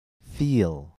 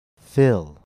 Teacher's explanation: Remember that the main difference between E and I is the height and tension of your tongue. The center of the tongue is slightly lower and more relaxed when saying I. · Shown in: second take · The lips are spread on E, but not on I.